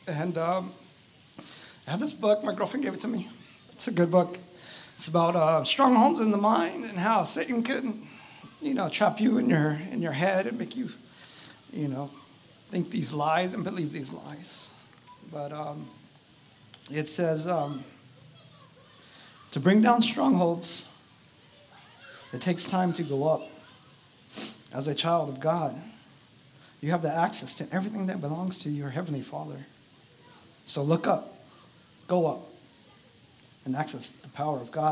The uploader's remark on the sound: Outdoor Service - Seaside Lagoon